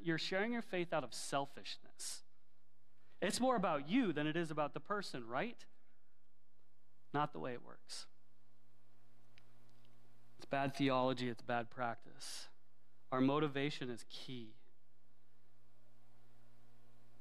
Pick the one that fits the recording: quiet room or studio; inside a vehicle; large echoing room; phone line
large echoing room